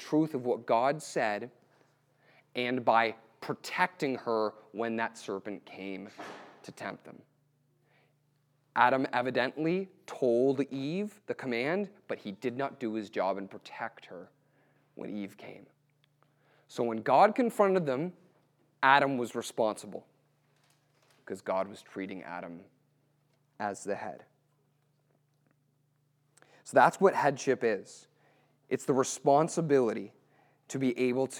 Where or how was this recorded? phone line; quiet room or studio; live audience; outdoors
live audience